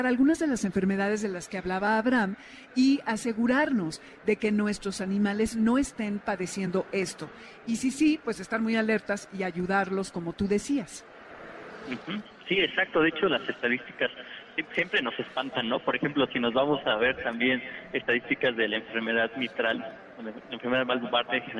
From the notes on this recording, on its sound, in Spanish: Transmisión especial desde el Festival del adulto mayor.